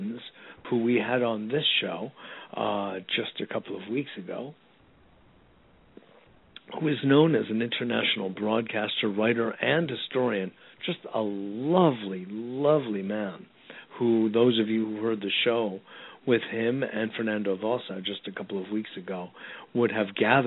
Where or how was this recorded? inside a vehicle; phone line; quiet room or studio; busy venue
phone line